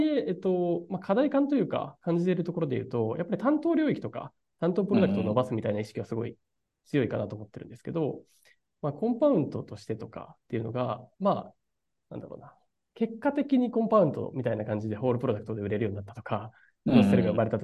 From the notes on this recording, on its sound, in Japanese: 社内1on1を大公開！限りなくZoom音源を生々しくお届けします。